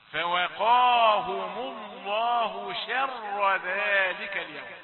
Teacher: شين مرققه والراء مفخمه ايضا. فوقاهم، اوعى تفخم الواو او الفاء.